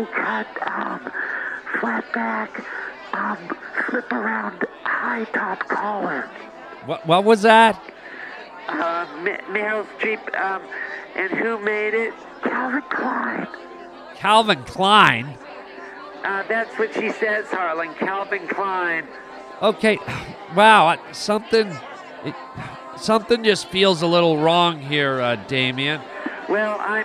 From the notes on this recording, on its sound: reports live from the Oscars.